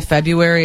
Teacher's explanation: It's like the R is silent.